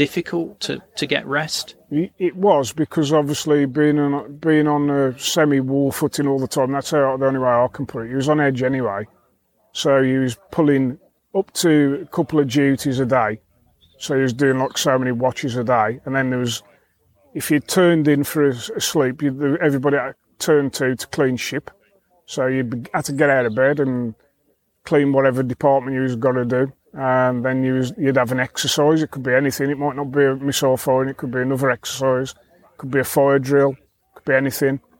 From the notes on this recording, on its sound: This episode was recorded at the Hack Green Nuclear Bunker Soviet Threat event so you will hear some background noise.